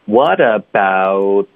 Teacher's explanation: 我撅着嘴发呜，然后舌头就在上下齿之间出现了，堵住这个气流，导致停顿 · Term: 咬舌尖